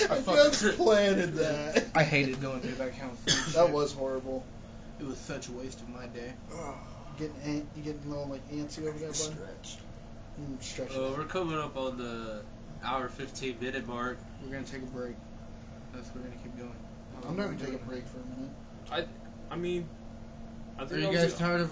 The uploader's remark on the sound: Just a disclaimer the audio might be trash since we recorded it on a PS4 Headset for the microphone.